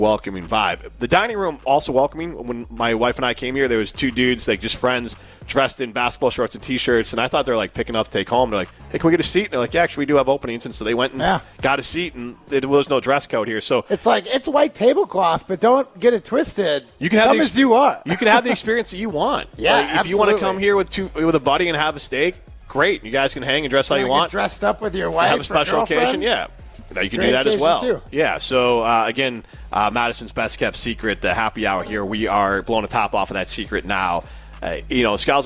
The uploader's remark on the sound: live from Ruth's Chris Steakhouse in Middleton